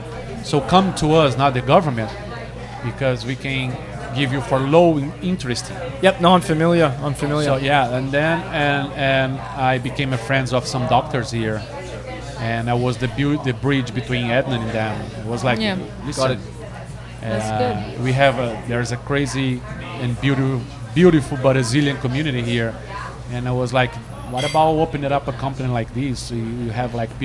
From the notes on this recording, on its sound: We recorded this podcast 100% on the fly. The restaurant turned into a podcast studio so please bare with me if the audio is not up to usual standard.